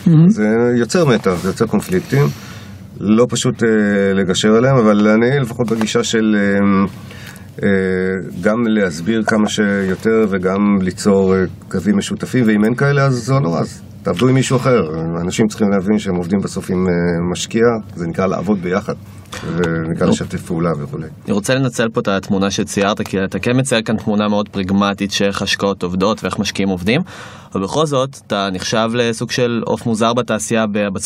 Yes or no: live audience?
no